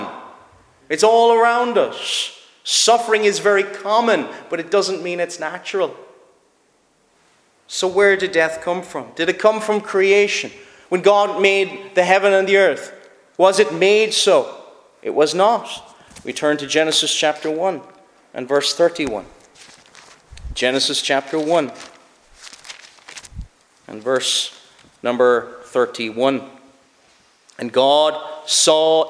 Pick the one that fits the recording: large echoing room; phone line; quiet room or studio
large echoing room